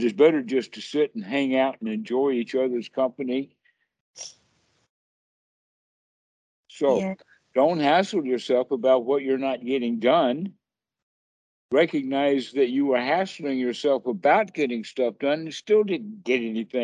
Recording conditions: video call